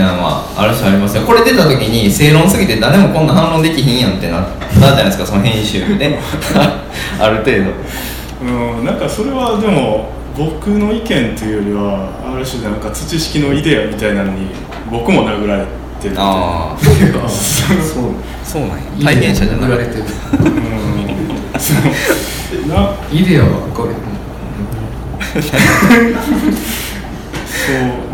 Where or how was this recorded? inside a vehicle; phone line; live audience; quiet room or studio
live audience